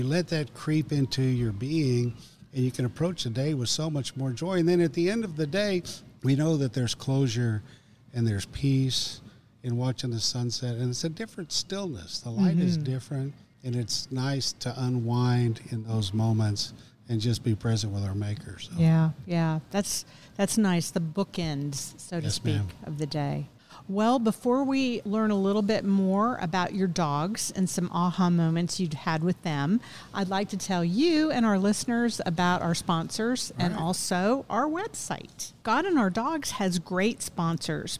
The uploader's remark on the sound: Recorded at Tusculum Brewing Company